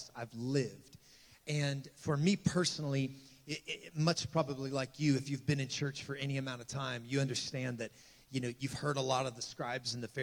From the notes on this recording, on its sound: This message was recorded on the morning of April 1, 2023, at Gateway Church in Richmond, Indiana